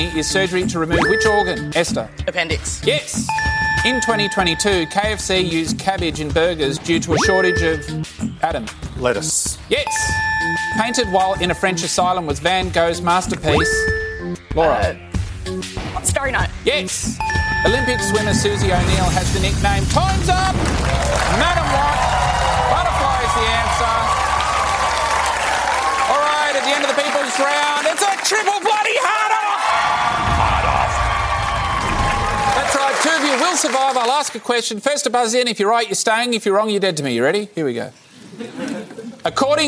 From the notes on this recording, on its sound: It was recorded in-front of a live studio audience in early September, 2022.